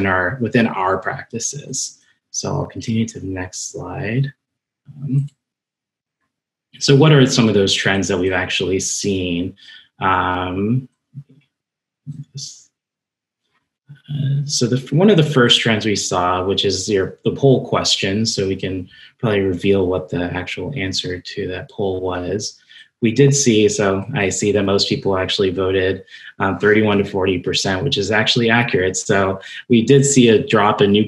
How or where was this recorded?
video call